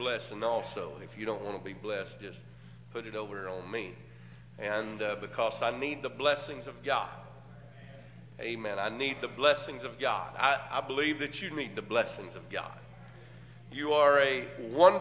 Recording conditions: large echoing room